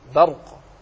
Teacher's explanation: رقق الباء لأنها جاءت قبل راء مفخمة، فقل برق، يكاد البرق يخطف أبصارهم، ولا تقل يكاد البرق يخطف أبصارهم.